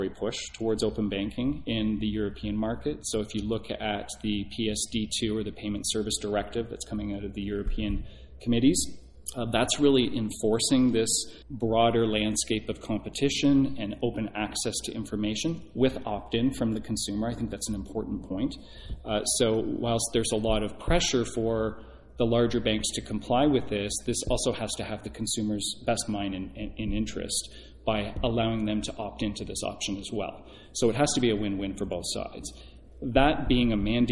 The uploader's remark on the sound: Live from DN Intersect. Sat down at the company's DN Intersect event. This podcast is one of a group of four recorded on site at the Diebold Nixdorf DN Intersect conference in Las Vegas, September 2019.